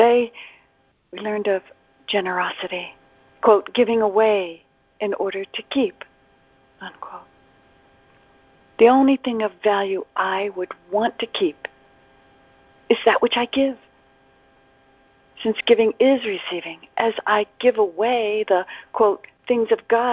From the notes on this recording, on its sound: ACIM Daily TEXT Conference Call.